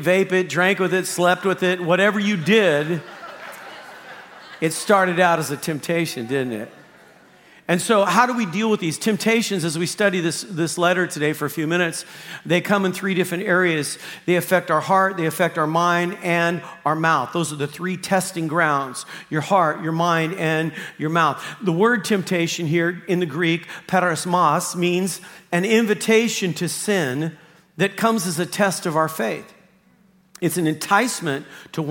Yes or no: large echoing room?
yes